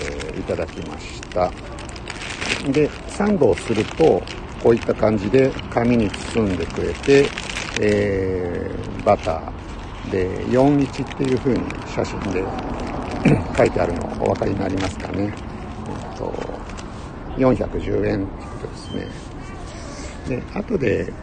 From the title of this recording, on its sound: tokyo walk&eat radio LIVE